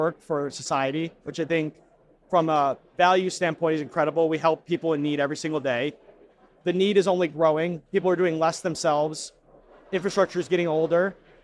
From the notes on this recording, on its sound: Pantheon Live 2023.